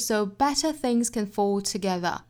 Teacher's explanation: 这里面的 better 和 together 两个词做重读